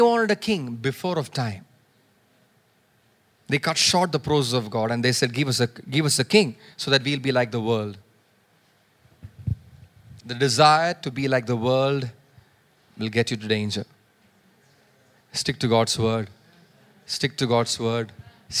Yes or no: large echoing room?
yes